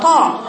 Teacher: خلي بالك من الحرف المستعلى لأن نكمل فيه ما ينفعش تضيفينه، هو حرف مستعلى ما تضيفلوش صفة الإشمام عشان ما يتحولش زي ما أنت قرأت قلتي طا ها طا طا، خطأ، هو ليس طا هو طا، هو طا مفتوحة لكن ما فيهاش لا خروج نفس ولا جريان صوت · Term: حرف الطاء